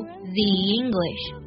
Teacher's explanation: 这个 the 呢它要变成 z 的音元音会有变音并且呢和 English 有连读